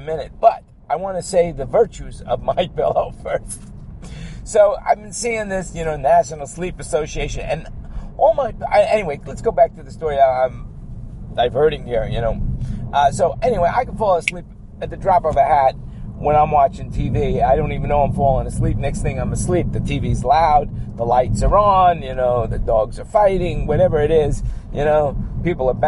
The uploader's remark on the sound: while driving in my car from where I am to where I am going